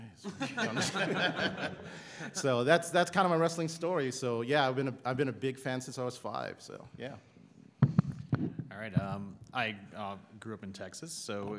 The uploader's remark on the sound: LIVE From Denver Comic Con 2015